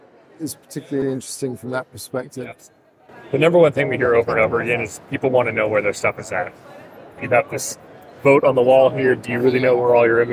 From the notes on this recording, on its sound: live from NRF